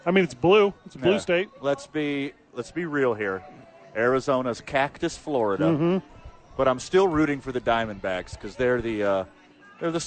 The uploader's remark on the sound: live from Santa Fe Brewing